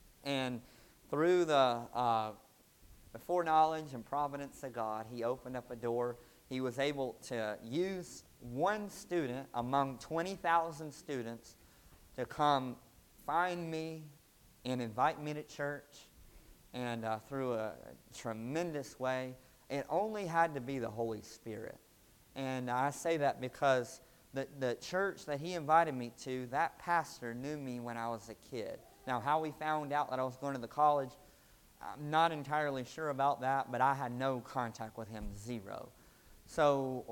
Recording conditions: large echoing room